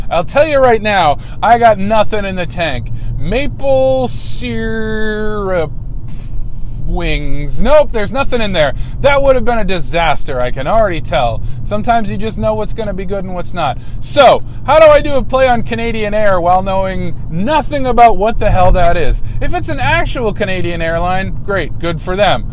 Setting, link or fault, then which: setting, inside a vehicle